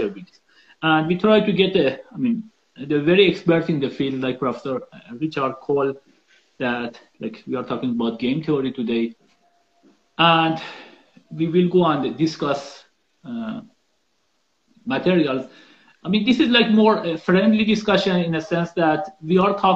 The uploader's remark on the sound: This is an Instagram Live